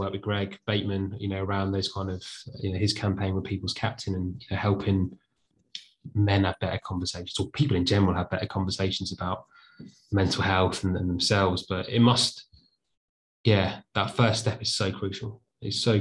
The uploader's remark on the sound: We caught up with him over zoom at home.